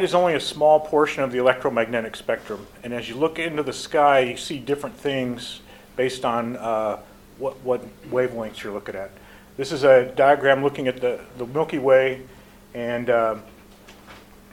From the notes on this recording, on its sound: speaking at the recent WONZ Forum Meet held at the Air Force Museum of New Zealand